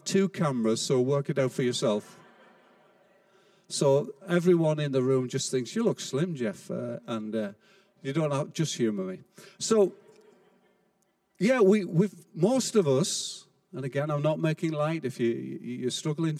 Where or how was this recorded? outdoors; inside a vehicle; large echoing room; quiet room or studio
large echoing room